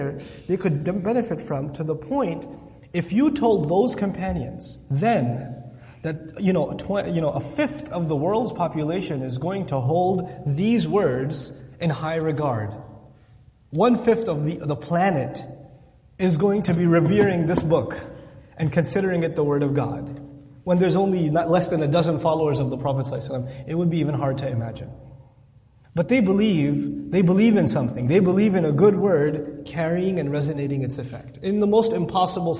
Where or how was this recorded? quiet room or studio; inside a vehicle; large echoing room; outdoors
large echoing room